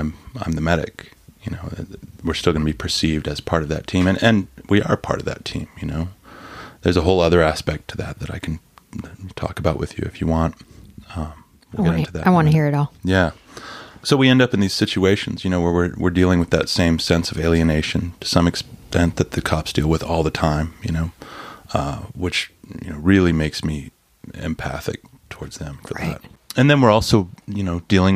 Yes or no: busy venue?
no